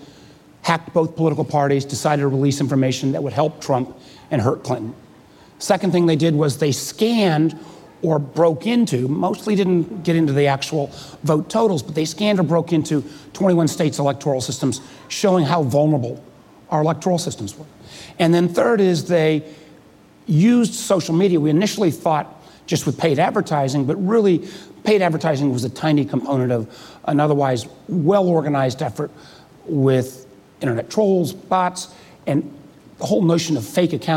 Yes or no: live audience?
yes